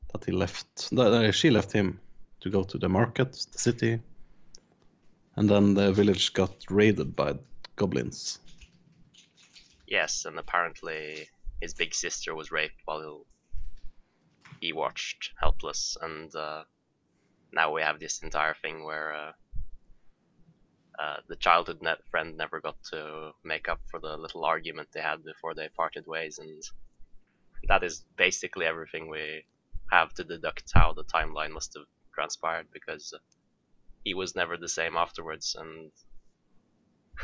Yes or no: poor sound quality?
yes